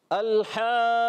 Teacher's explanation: अऊज़ु बिल्लाहि मिनश शैतानिर रजीम, अऊज़ु बिल्लाहि मिनश शैतानिर रजीम, बिस्मिल्लाहिर रहमानिर रहीम, बिस्मिल्लाहिर रहमानिर रहीम, الحاقہ گڈ، قاف کو مشدد رکھنا ہے اور آخر میں گولتا کو ہا سے بدلنا ہے